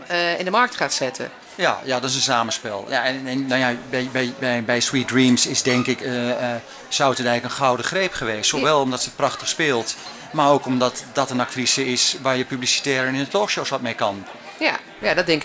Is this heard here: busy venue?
yes